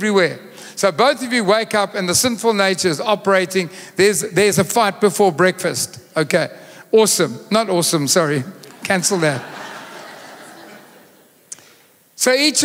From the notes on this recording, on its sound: Recorded live on Sunday 20th August the 2023